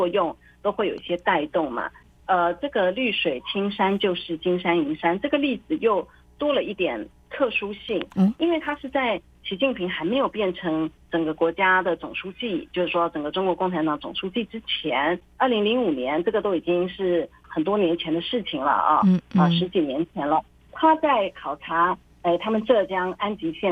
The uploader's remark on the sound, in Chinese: 連線訪問中央社駐上海記者